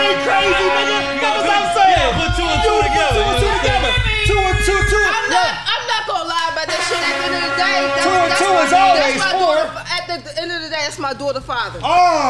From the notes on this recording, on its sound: Live From Krush Lounge in Philadelphia Pa on 4/4/23!